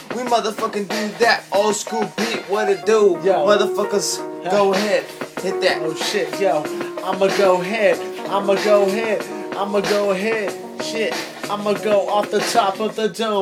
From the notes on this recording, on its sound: Recorded live from iPhone